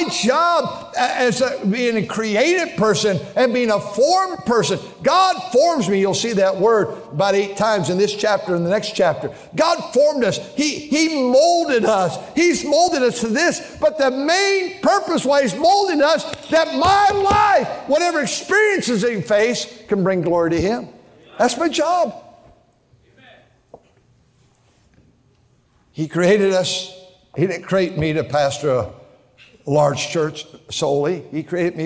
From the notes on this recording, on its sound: during the Sunday Evening service on October 22, 2023, at North Valley Baptist Church in Santa Clara, California